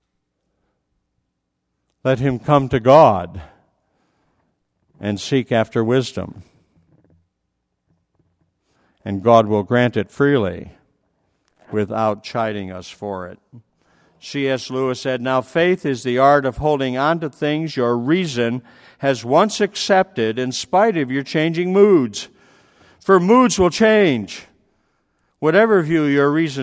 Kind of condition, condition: setting, large echoing room